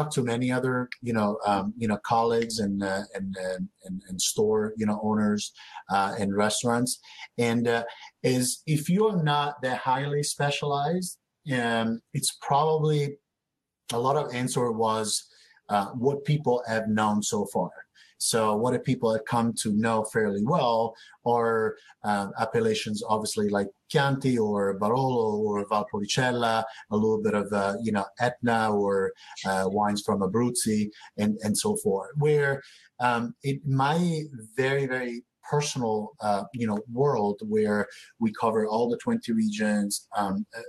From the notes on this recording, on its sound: Wine2wine Business Forum 2021. These sessions were recorded through Swapcard at the Wine2Wine 2021 Business Forum and are being replayed here on the Italian Wine Podcast!